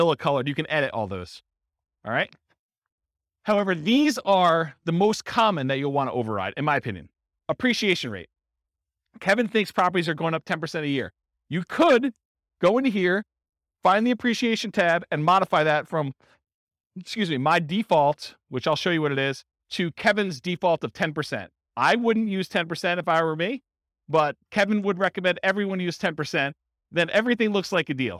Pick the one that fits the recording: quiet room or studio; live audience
live audience